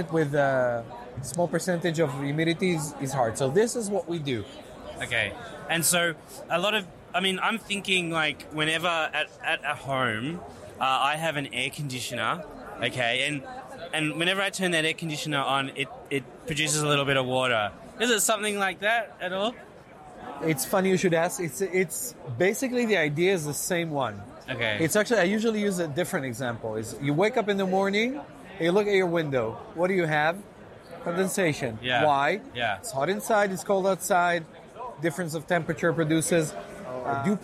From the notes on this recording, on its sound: Eco-motion summit Tel Aviv. Walks the floor of the EcoMotion conference interviewing exhibitors demonstrating the latest cutting edge smart mobility tech.